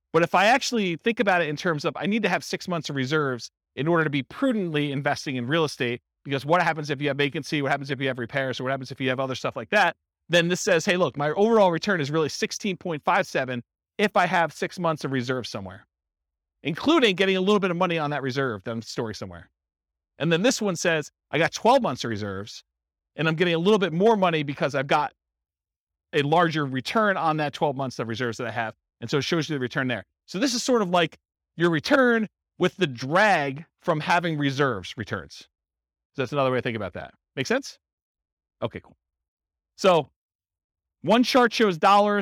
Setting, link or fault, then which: setting, live audience